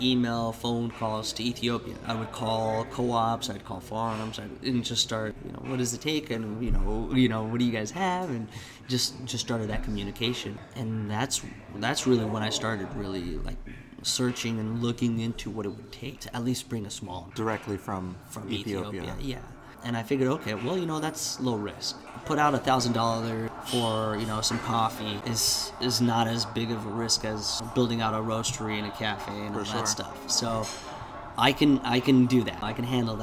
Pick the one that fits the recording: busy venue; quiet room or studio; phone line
busy venue